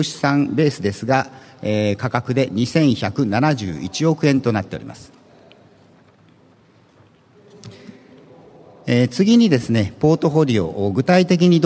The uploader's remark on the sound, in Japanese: ２月２０日に東京証券取引所で開催した「J-REITファン2016」に登壇した。IRセミナーをダイジェスト版でお送りします。